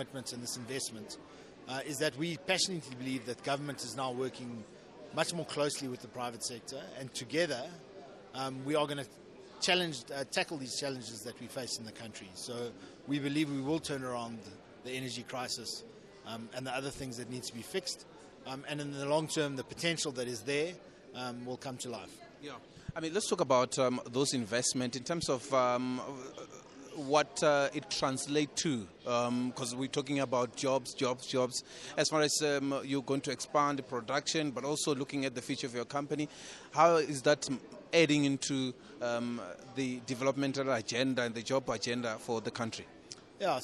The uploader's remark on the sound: Speaking on the margins of the 5th South Africa Investment Conference in Johannesberg